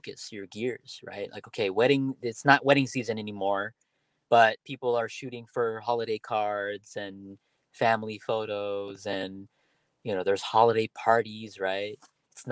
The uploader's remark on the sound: My first podcast done solo in my car.